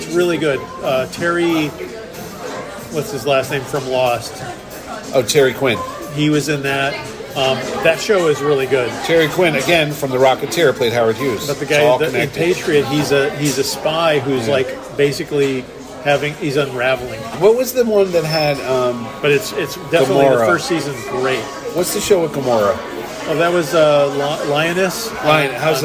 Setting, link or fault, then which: setting, busy venue